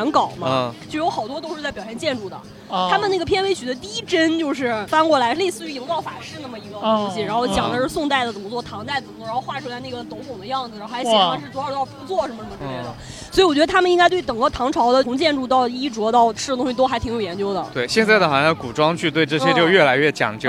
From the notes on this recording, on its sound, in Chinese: 今天的节目是在室外录制的，环境有一些吵，我们的音调都有一些高，请见谅。